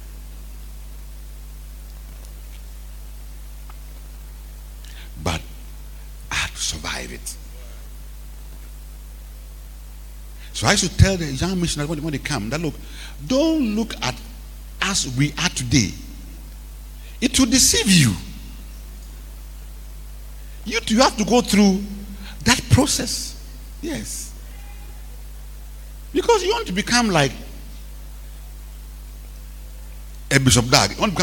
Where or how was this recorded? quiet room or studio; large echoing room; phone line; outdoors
large echoing room